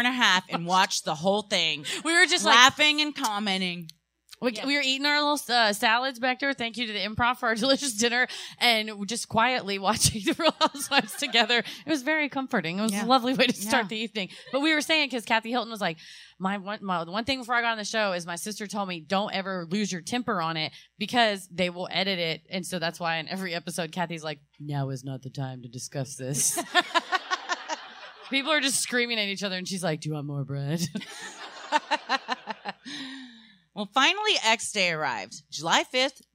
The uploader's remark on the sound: Recorded Live at The Improv, Addison.